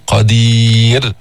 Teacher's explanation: نرقق الراء عند الوقف